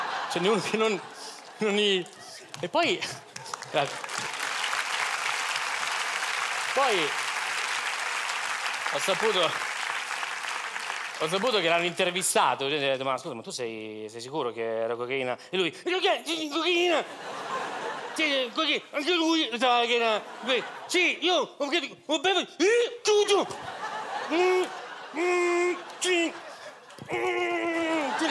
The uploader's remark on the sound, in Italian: Registrato al Teatro Manzoni di Milano